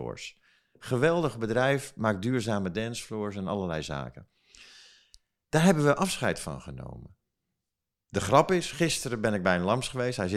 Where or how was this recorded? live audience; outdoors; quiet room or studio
quiet room or studio